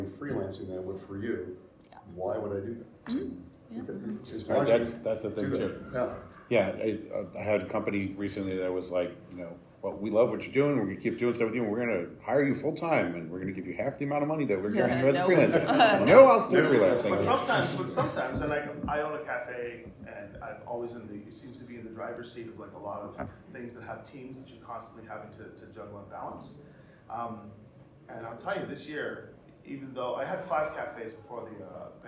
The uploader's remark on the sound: Here is our live panel during Gamehole Con 2023